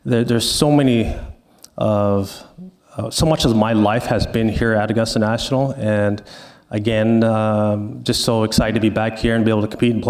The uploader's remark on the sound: LIVE from Augusta National